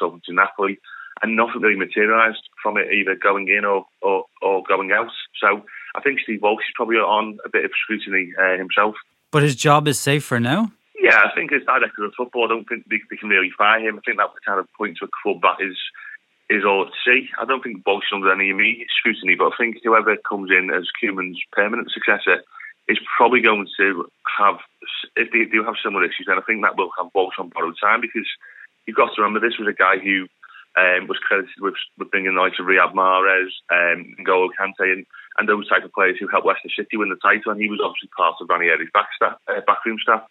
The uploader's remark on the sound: getting on the phone with Merseyside journalist